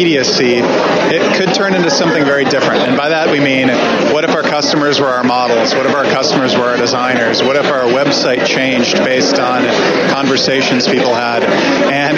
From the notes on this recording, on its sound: From SES San Francisco 2013. On location from Real Time Marketing Labs.